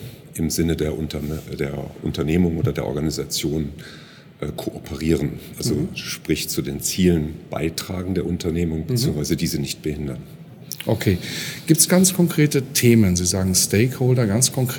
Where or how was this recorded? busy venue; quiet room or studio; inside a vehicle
busy venue